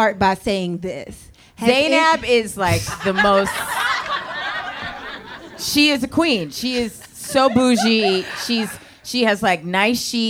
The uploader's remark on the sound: These sets from the live show. Enjoy these sets from some of our favorite friends from the February and March live shows!